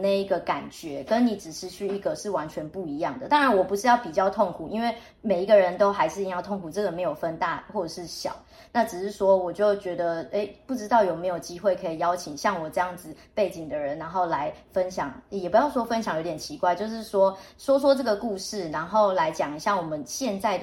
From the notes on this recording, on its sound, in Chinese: 本集不是在錄音室錄製，有點空間感